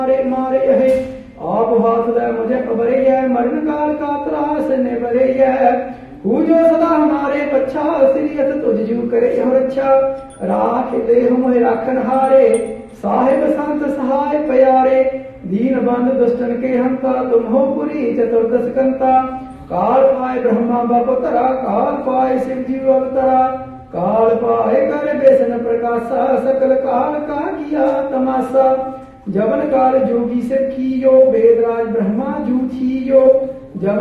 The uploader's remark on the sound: Live - Gurdawara Jot Parkash Sahib: 2019 Barsi Smagam